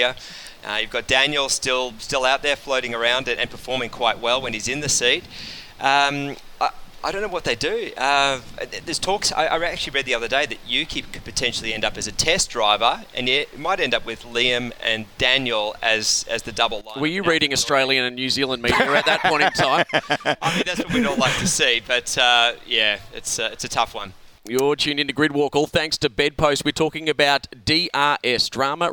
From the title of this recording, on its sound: live from the Singapore Grand Prix